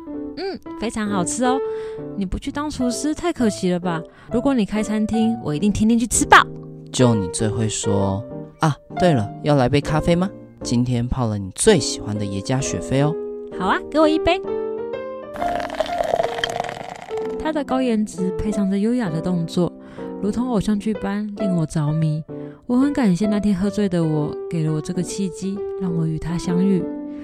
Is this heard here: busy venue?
no